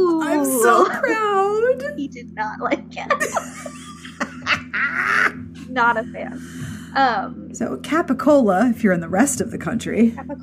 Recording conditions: sounds in the background